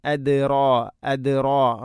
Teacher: റാഇനെ കനപ്പിക്കണം, തഫ്ഹീം ചെയ്യണം